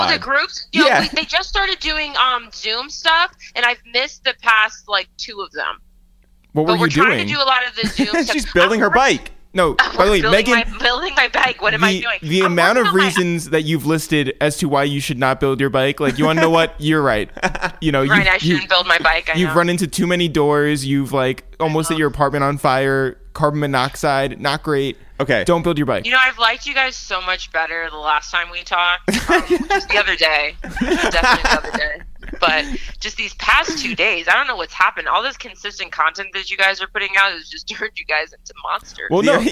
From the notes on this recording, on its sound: We make calls from our Upper West Side apartment. We then jump on the phone.